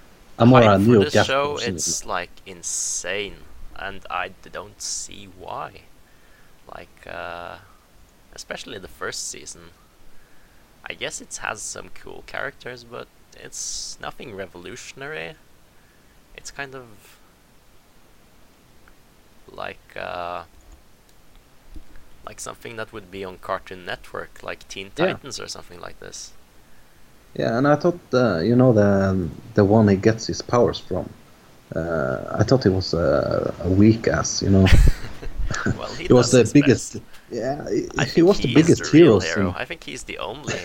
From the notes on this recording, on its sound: Welcome to our first podcast. Sorry about the audio quality.